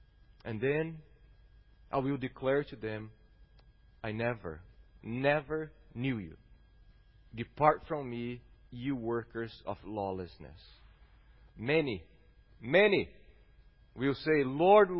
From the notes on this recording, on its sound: at Gracious Cross Reformed Church Salem